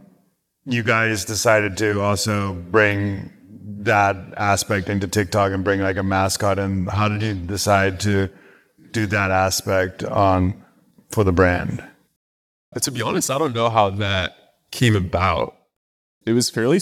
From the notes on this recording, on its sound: Live from Marketingland. Live recording from Marketingland 2023.